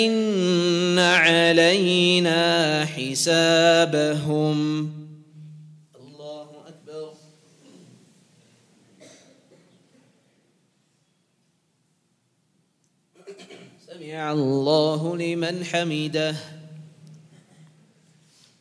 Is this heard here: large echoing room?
yes